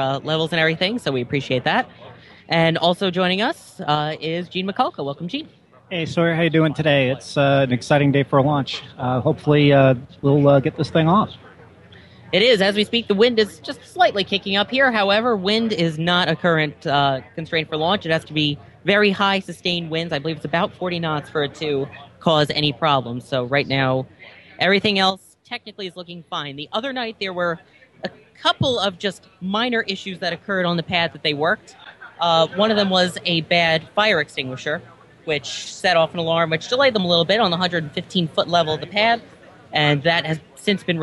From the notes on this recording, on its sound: Talking Space Broadcasts Live at STS-135. The entire team gathered at the Kennedy Space Center to broadcast live coverage of the final space shuttle launch. Over 200,000 of you listened to us live on launch day. Special thanks to Astronomy.FM for hosting the live stream and to all affiliate stations who joined it. Live from the Kennedy Space Center in Cape Canaveral, Florida.